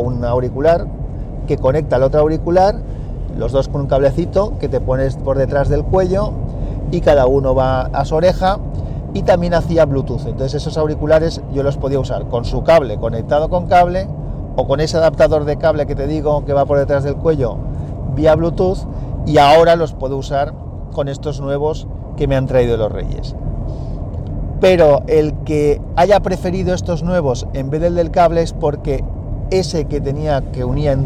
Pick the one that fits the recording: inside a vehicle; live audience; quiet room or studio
inside a vehicle